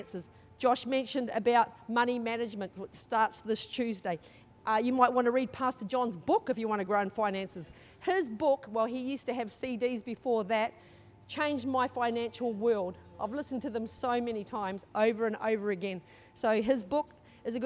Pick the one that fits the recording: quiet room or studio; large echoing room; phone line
large echoing room